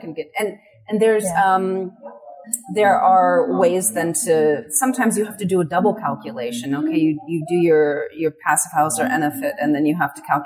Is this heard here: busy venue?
yes